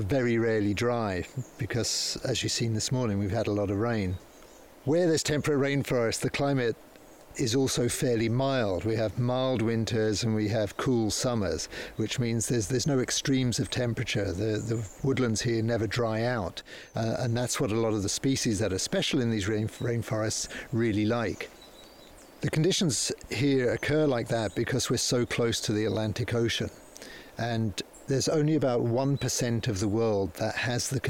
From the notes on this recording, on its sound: Recorded on site at Tanish National Nature Reserve